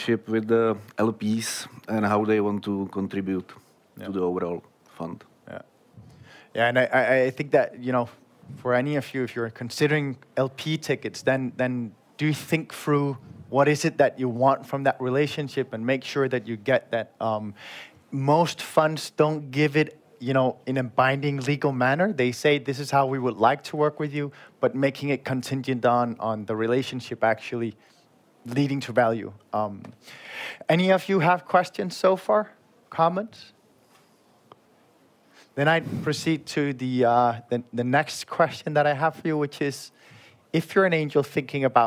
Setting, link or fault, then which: setting, busy venue